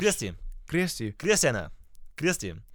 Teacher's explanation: Da hast du das Zungen-R vorne mit drin.